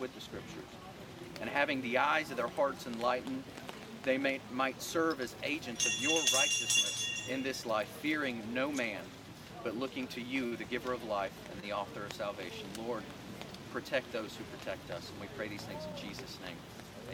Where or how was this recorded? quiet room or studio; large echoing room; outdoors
outdoors